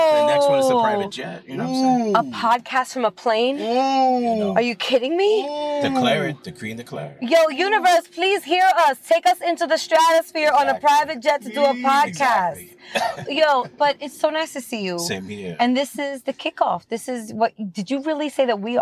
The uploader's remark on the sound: Hit the road to record across New York City in the all new 2022 Buick Enclave Avenir. The vehicle’s first-class seating for up to seven made for a comfortable mini road trip as we scooped up and packed in our culture-shifting guests. Connecting her playlists to the vehicle’s awesome sound system with Apple Air Play.